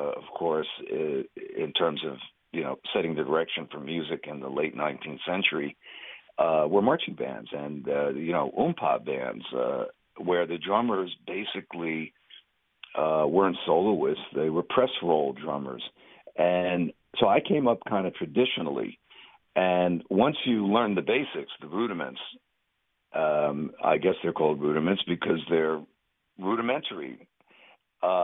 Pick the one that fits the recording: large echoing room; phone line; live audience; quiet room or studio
phone line